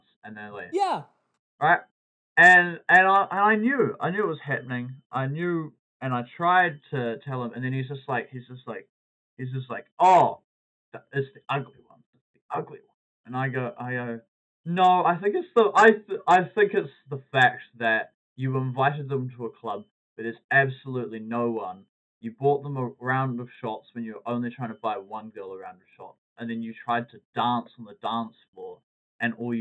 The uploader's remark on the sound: In this pod we have horrendous audio quality.